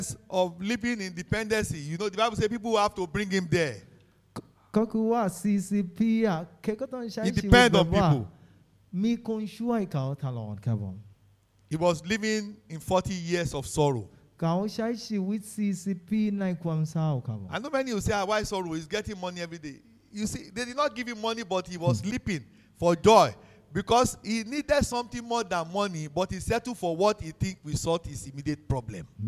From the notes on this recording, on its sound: This sermon was Preached Live